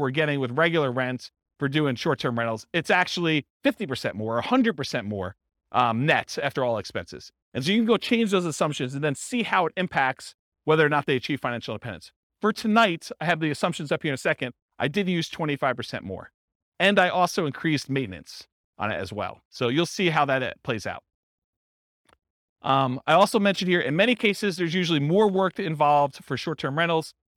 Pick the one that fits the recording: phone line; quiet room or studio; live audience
live audience